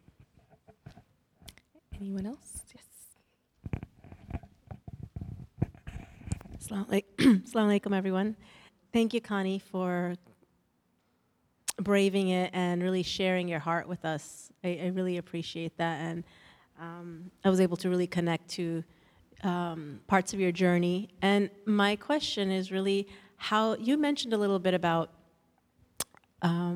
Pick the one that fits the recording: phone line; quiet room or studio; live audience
live audience